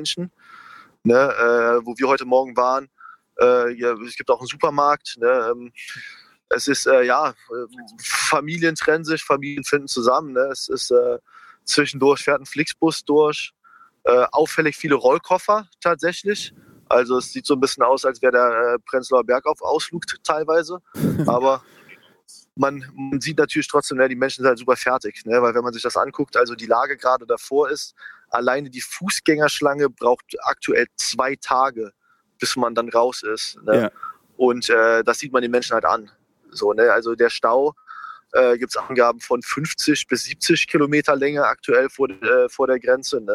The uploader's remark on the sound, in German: Live von der polnisch ukrainischen Grenze